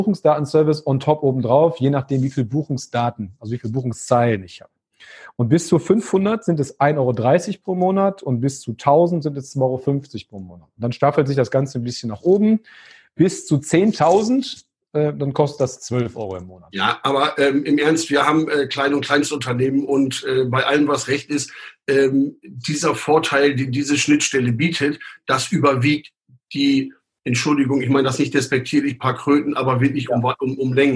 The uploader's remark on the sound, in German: Zoom Videotelefonie